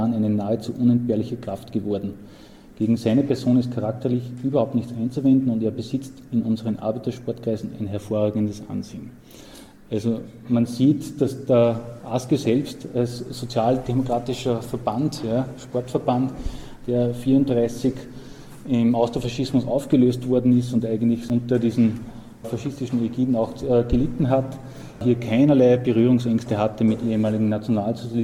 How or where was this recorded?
live audience